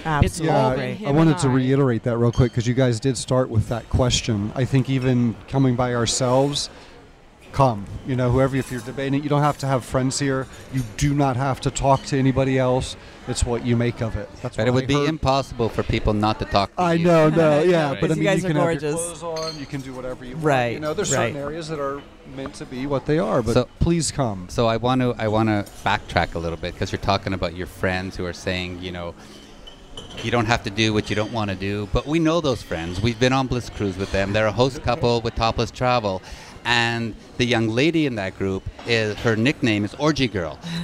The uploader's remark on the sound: On location at Hedonism II Resort in Jamaica.